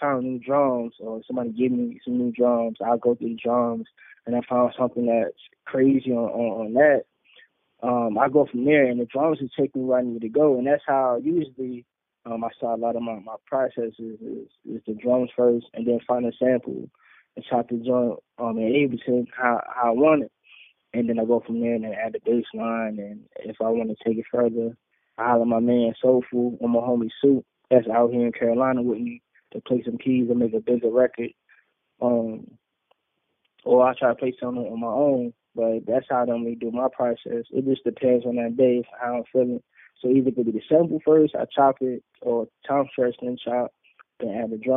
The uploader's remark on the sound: a call in interview